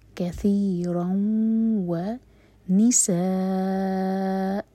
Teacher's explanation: مرج کر رہے ہیں تنوین کو واو کے ساتھ، تو ناک میں آواز لے جائیں گے اور 2 سیکنڈس کا ٹائم دیں گے. کثیرا و نساء، سا 4 حرکات لمبا اور فتح کی تنوین ہے حمزہ پر، تو یہاں پر رکیں گے. · Term: ادغام